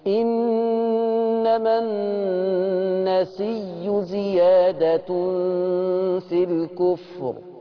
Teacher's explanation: هيبدل الهمزة المضمومة بياء ثم يضغم الياء في الياء